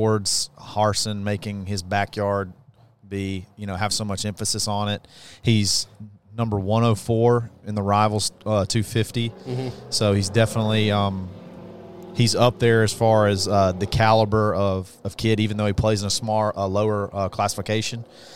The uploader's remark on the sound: The guys broadcast live from Baumhowers every Monday night at 7:00 pm.